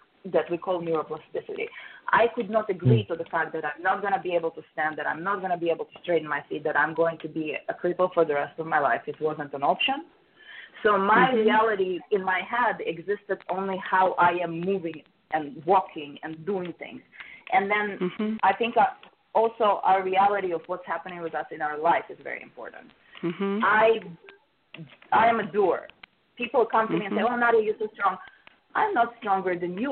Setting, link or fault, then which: link, phone line